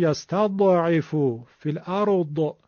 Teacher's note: اما اگرم بخوایم که به گوش برسه که میشه یستضعف فی الارض، و قلقله پیدا میکنه، یعنی تکون میخوره